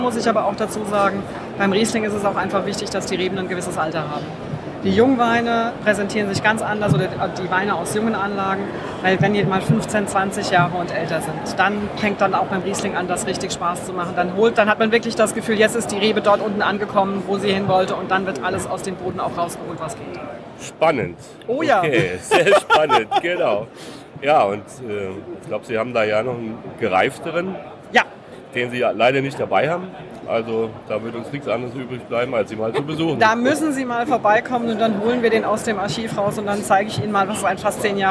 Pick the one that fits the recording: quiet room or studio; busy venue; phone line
busy venue